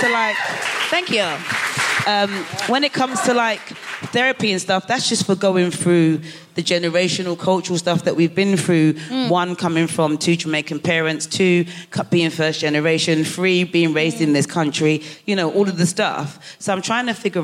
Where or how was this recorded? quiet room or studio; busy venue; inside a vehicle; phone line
busy venue